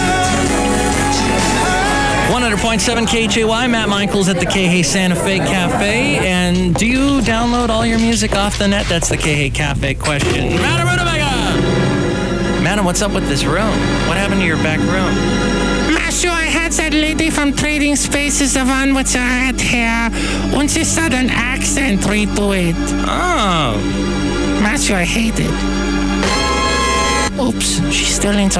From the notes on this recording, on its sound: podcasts live from Café Anyway